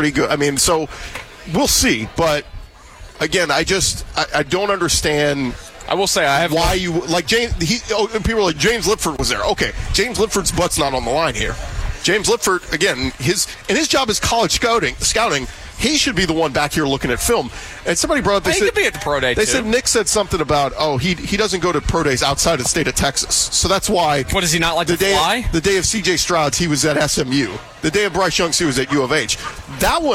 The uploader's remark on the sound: Live from Cactus Cove. A special episode broadcast live from the Cactus Cove crawfish boil.